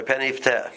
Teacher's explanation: Shetchilas a yud tzarech lahadgish b'mifta. You don't want the yud to sound like it's connected to the word before. Can pen yifte?